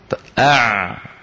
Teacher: فبرجوع لسان المزمار صار في تضيق بالحلق، وبالتالي الصوت عم يمر لكن بضيق، بمجرى ضيق · Term: العين الفصيحة